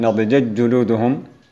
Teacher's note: ينطق في حال إضغامه بحرف واحد مشدد اللي هو الحرف الأخير. فنضجت جلودهم تنطق بالجيم الأولى مفتوحة وبالثانية مثقلة أي مشددة، وتختفي التاء